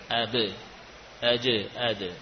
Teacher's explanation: Suara qalqalah sama dengan vokal huruf e